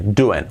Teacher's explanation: Y la G del final casi ni, se dice.